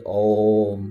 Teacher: You just chant it as Om, because A and U becomes O.